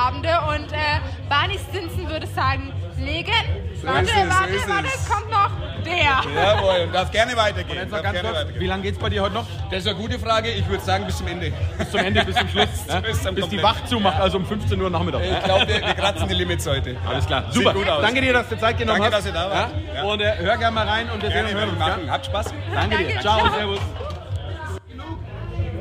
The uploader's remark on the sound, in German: Live vom Nürnberger Klaragassenfest! Wir waren für euch vor Ort und haben es krachen lassen…